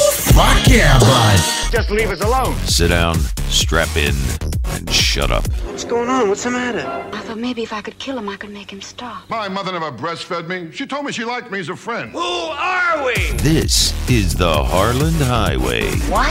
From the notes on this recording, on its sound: Listener phone calls.